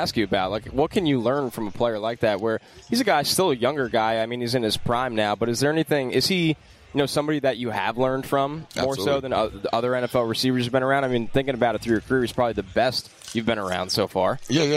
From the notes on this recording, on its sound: Wild Interviews From Miami. Back on radio row.